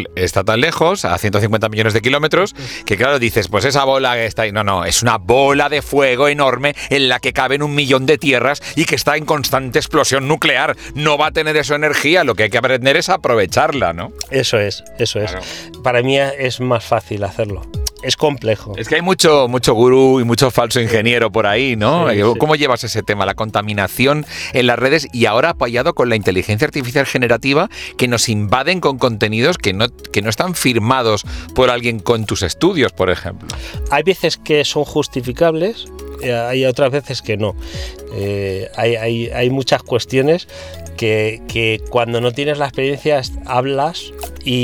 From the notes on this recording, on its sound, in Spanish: Escucha esta entrevista grabada a bordo del nuevo EX30.